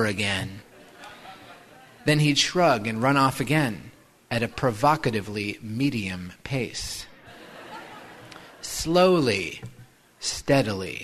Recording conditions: live audience